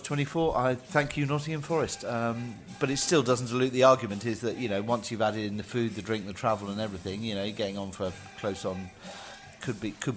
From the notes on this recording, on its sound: Fans views from the pub after the Charlton match.